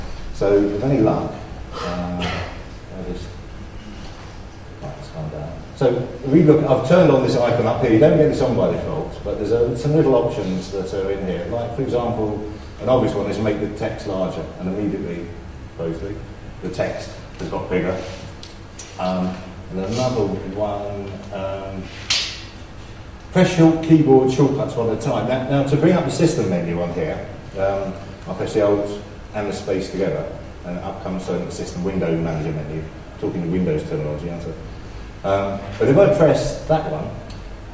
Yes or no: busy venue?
yes